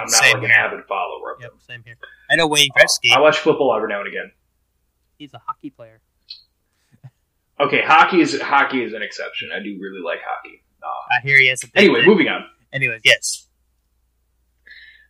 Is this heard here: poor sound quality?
yes